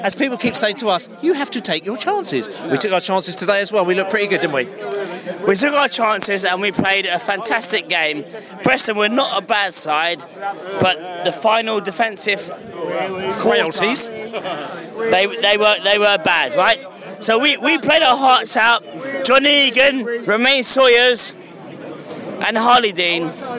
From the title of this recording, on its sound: Post-Match podcast from the pub